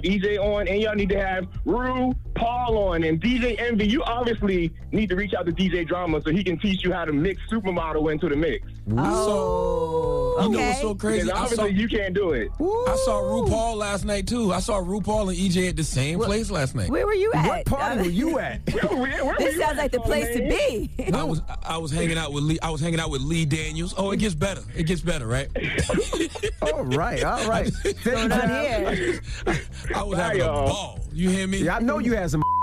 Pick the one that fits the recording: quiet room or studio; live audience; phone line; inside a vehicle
phone line